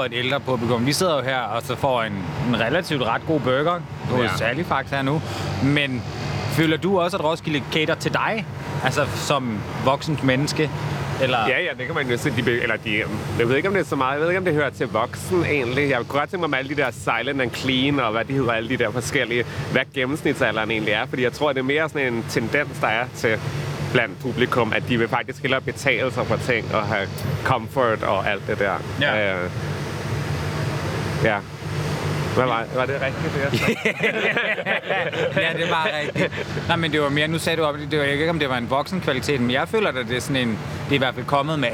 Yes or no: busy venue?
yes